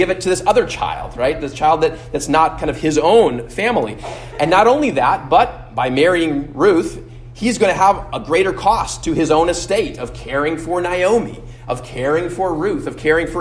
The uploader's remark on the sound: at Immanuel Lutheran Church in Pasadena, CA